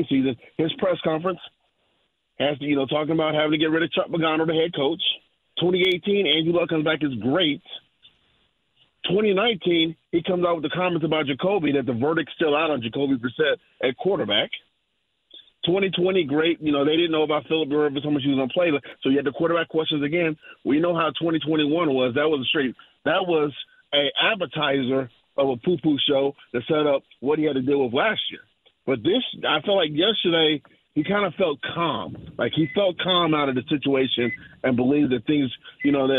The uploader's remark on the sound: wraps up the 2nd hour of the show with some phone calls!